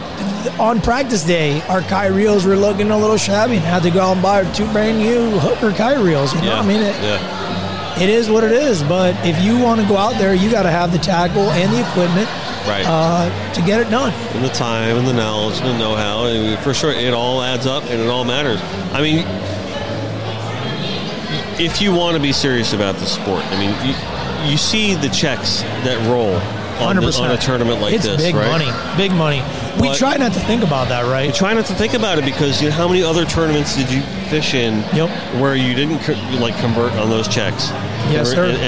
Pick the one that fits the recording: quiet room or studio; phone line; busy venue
busy venue